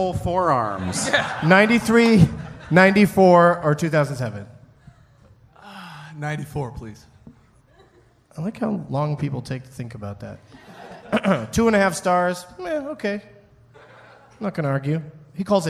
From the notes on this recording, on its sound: Recorded in front of 121 awesome peeps at Parlor Live in Bellevue, WA on August 15, 2010.